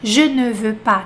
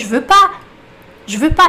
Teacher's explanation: Ele não pronuncia o ne e pronto. · Shown in: second take